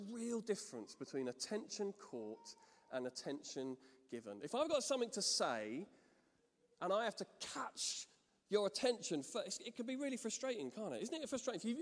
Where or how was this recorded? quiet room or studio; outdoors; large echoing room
large echoing room